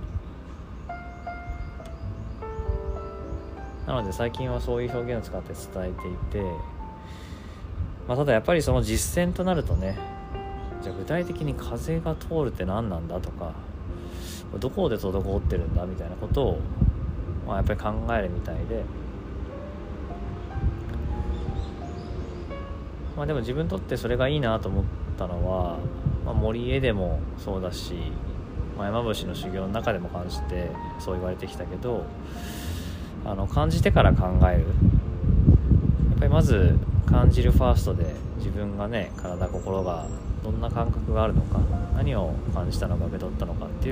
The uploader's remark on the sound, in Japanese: ベランダでのんびりと収録です